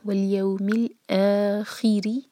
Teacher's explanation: ری کو باریک رکھیں گے، را کے نیچے کسرہ ہے